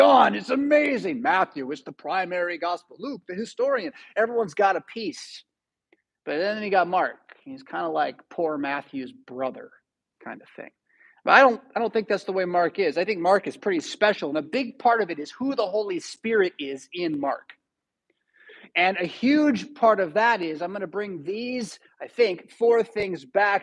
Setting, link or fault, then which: setting, large echoing room